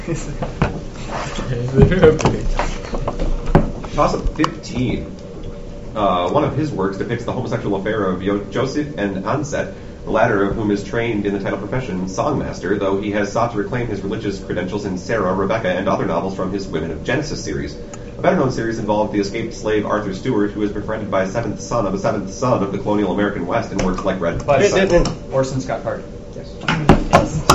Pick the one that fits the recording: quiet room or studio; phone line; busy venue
busy venue